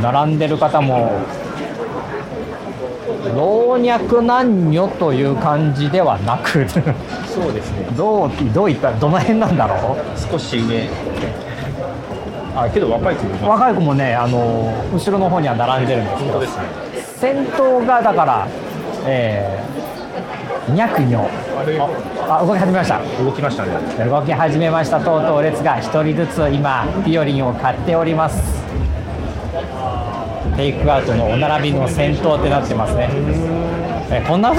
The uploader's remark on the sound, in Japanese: ロケ収録 モーニングを求めて名古屋駅西を歩く（前編）。今回はロケ収録の前編。午後でもモーニングを提供している喫茶店、その名も「喫茶モーニング」に向かって、これまで名古屋ニュースで取り扱ったスポットなども立ち寄りながら名古屋駅西を散策しました。